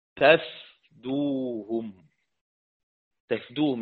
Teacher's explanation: حذف المد يلزم منه سكون الفاء، تفدوهم. حذف المد يلزم منه سكون الفاء، وإثبات مد الألف يلزم منه فتح الفاء.